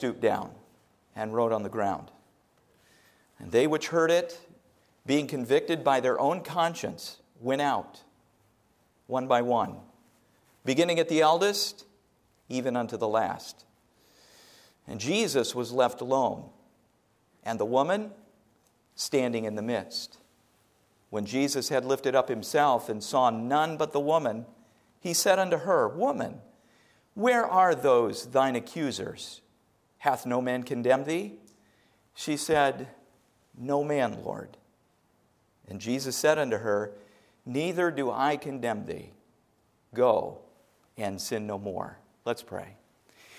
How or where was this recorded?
large echoing room